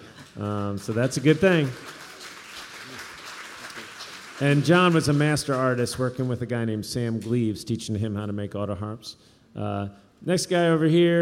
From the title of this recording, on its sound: Workshop at the Richmond Folk Festival 2014